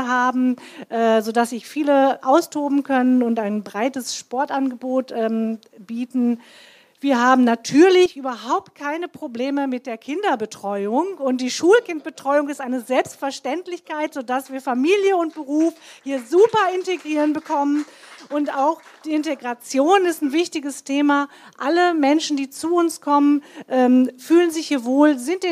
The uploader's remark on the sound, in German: Sachma - Der Podcast - LIVE aus dem Kulturcafé Groß-Gerau. Talkrunde.